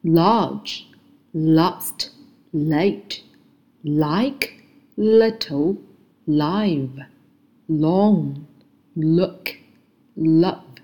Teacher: 舌尖呢是一定要抵在这个上牙龈的，就是发 L，L，然后气息是从舌头的一侧出去的，声带也是震动 · Term: 浊辅音